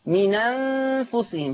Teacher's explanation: هحرك النون بحركة الهمزة، فتصير نون مفتوحة، فتصير من أنفسهم، هكذا. · Term: النقل